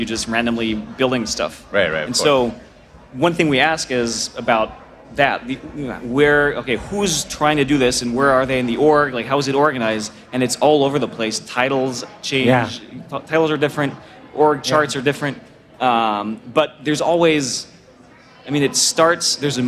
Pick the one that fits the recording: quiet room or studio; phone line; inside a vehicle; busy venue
busy venue